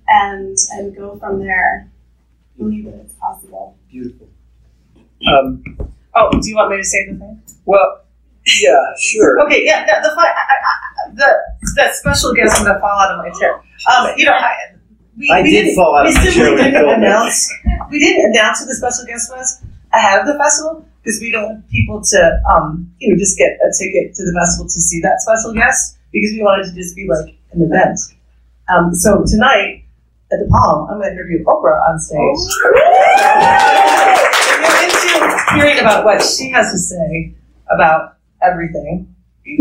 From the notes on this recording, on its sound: LIVE Talk at MountainFilm